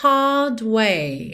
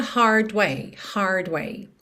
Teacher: Hard, porque ele não enrola a língua · Shown in: first take